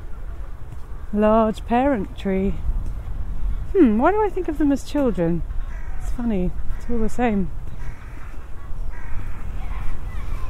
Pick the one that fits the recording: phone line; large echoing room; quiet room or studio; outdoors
outdoors